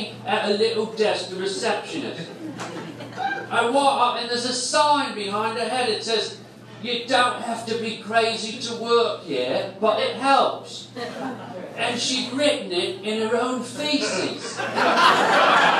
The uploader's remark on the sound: LIVE ON STAGE